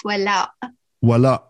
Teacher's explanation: It's Voila, and it ends with a glottal sound.